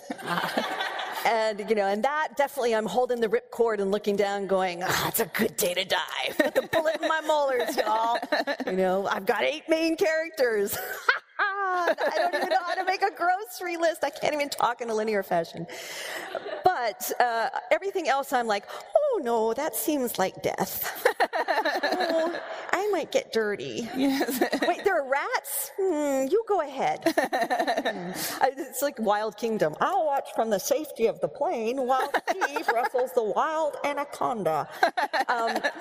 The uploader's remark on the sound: From the 2015 Boston Book Festival, October 24, 2015.